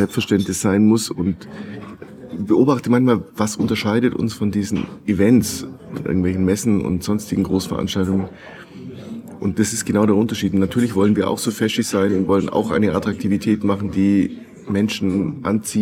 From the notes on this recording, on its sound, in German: Impressionen vom ersten Tag des 13. Digicamp, 15. November 2023, DATEV IT Campus, Nürnberg.